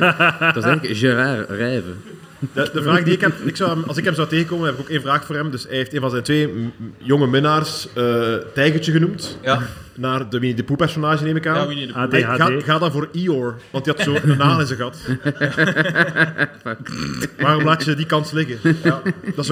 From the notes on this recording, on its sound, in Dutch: LIVE op Shtick Fest in Comedy Club Haug in Rotterdam